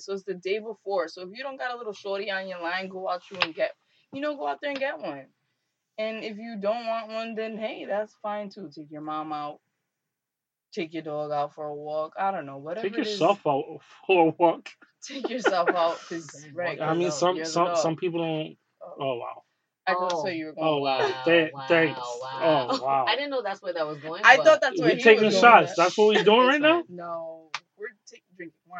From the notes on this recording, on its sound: AUDIO IS POOR DUE TO TECHNICAL DIFFICULTIES.